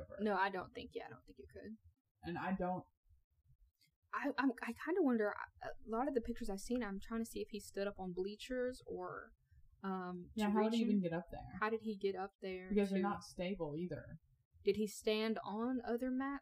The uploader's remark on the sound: The sound quality which we are working.